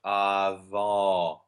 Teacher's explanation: the dark ah, especially in the context of the ah nasal, should be quite rounded. It's almost wanting to become an open ah a little bit.